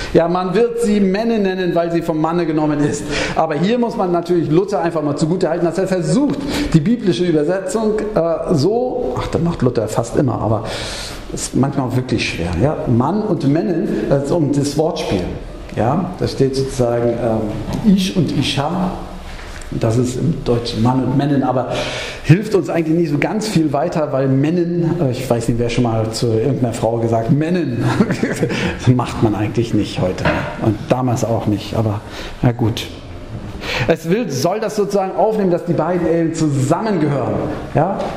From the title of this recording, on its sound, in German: Gottesdienst-Predigt